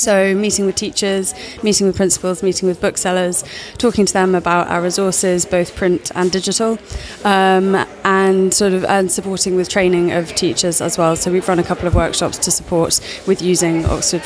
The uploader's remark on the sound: Recorded at Futurebook. Recorded at ‘Edtech for publishers’ at FutureBook '16.